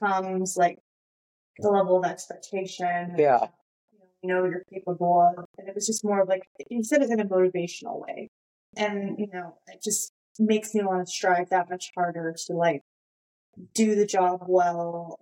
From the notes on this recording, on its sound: in trying out a new video format, we ran into a few issues with the sound quality.